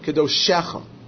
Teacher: Kedoshecha, the Shva, turns into a segel.